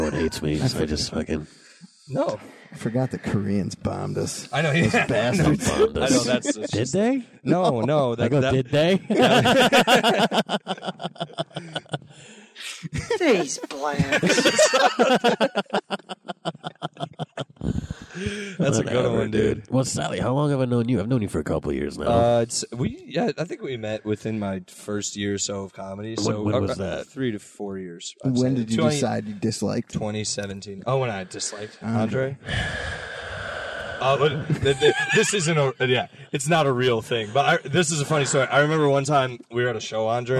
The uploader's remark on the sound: hung out after a show and did a pod in my car.